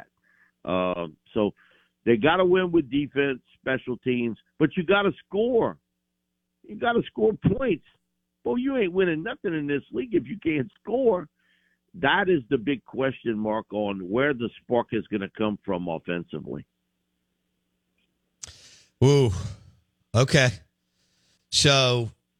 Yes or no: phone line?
yes